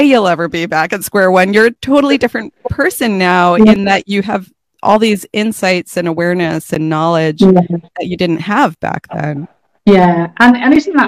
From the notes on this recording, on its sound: a recording of a Facebook live